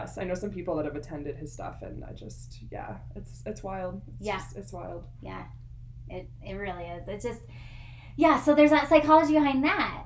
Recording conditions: uneven or low level